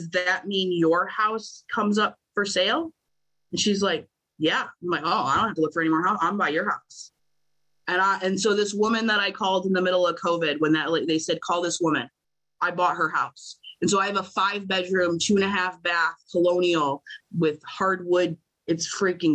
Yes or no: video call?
yes